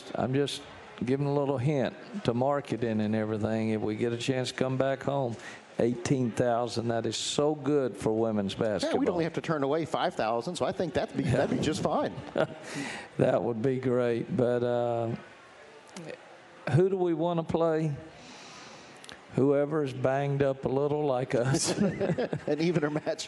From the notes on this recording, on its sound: live from Rudy's BBQ